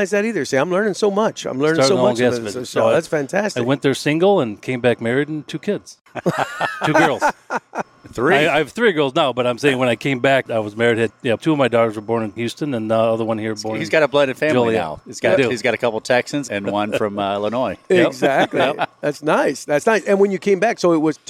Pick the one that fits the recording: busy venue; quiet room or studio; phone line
busy venue